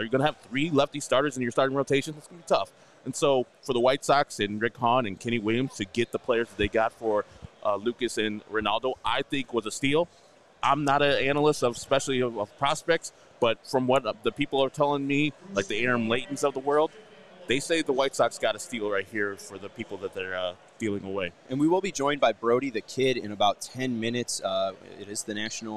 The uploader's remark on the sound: LIVE from the National Sports Collectors Convention